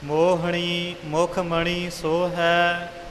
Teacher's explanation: ਮੋਹਣੀ ਨਾਣੇ ਦਾ ਉਚਾਰਨ ਰੱਖਣਾ, ਇੱਥੇ ਨੰਨਾ ਨਾ ਬੋਲਿਆ ਜਾਵੇ।